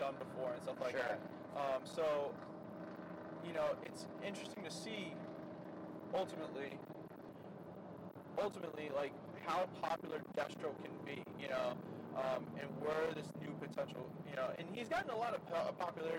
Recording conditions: inside a vehicle